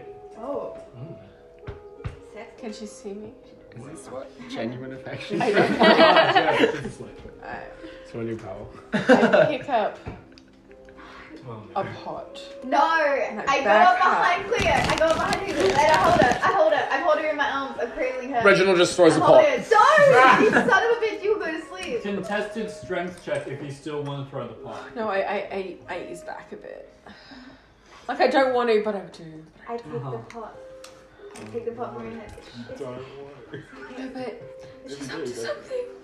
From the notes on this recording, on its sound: This is a tester sampling audio recording isn’t awesome.